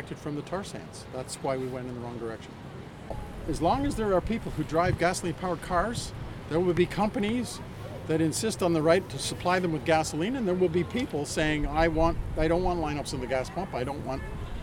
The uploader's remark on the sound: On Site at the Climate Rally